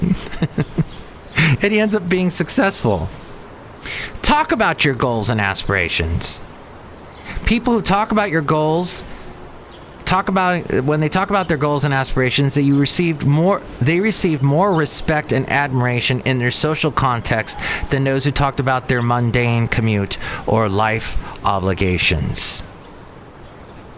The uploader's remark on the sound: podcasts live from Cafe Anyway